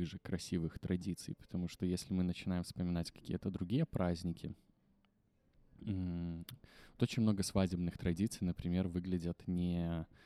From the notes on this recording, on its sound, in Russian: Клумба Live - Просто душевный выпуск в баре.